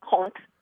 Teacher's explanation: the Cajun French kept the pronunciation of the H at the beginning of the word